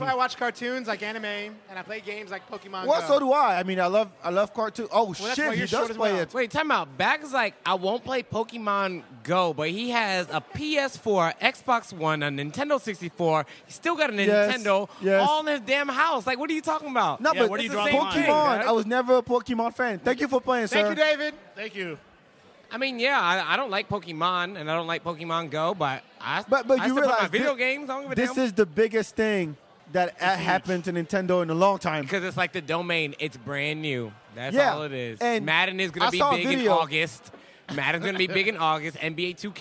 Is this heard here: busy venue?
yes